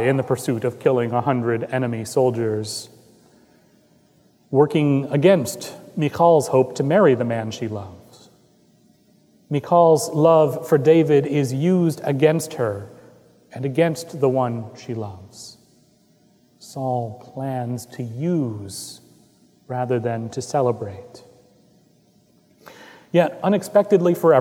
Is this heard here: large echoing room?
yes